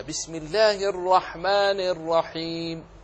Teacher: فالراء المشددة بالذات أخف تكريرها حتى لا تتحول إلى راءات كثيرة · Term: أخف تكريرا